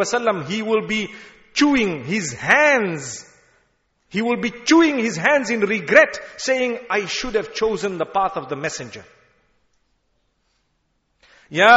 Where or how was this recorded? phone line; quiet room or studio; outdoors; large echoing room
large echoing room